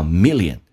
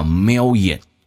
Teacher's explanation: 美语当中喜欢把这个 l 提前发 · Shown in: second take